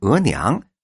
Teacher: 这个“额”呢，要变成“额”，变成“阳平”，变调了